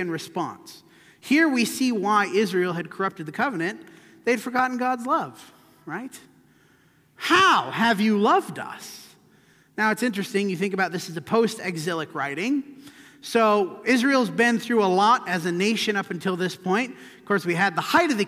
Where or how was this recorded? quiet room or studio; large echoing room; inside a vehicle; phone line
large echoing room